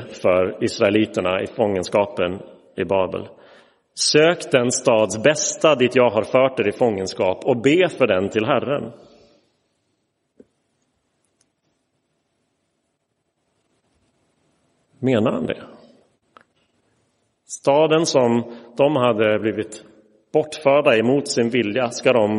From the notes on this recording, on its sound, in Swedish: Inspelad i Roseniuskyrkan den 29 oktober 2023.